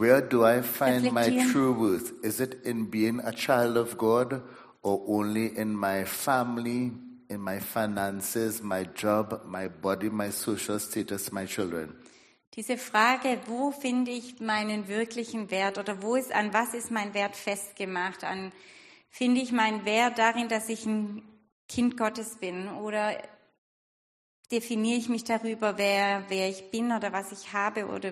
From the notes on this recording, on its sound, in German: Predigt der Sueddeutschen Gemeinschaft Ditzingen.